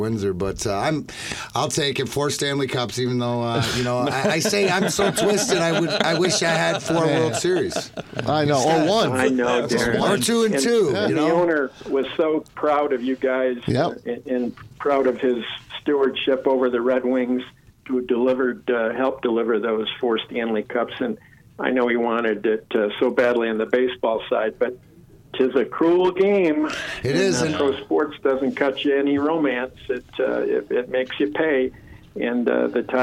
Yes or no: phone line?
yes